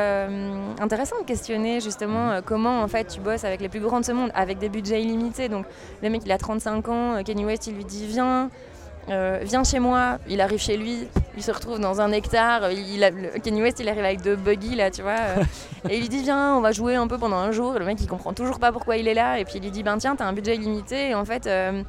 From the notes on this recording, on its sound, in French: Festival Esperanzah! 2022. Bouke.Media est présent au coeur du festival, à la rencontre des participants, des artistes et des ONG qui font vivre cette édition 2022.